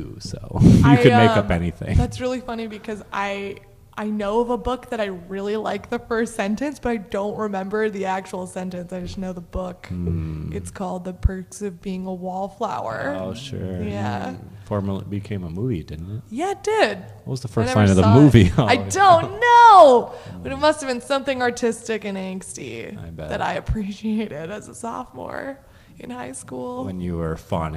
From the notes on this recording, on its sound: At SF Underground fallout shelter by Comedy Sound Wave.